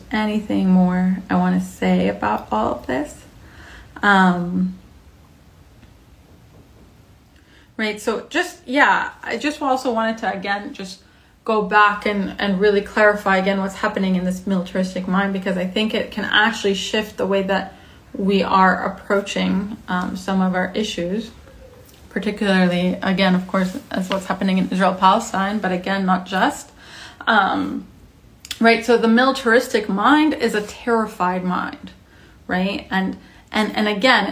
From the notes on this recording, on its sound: originally as an Instagram Live recorded on January 26, 2022